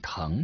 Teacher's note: 唐中的啊是后元音，即用发音器官的后部发的音